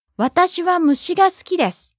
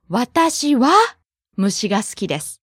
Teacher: we stress the wa particle if it's being used to show contrast · Shown in: second take · Like, 私は虫が好きです, a general statement versus 私は虫が好きです.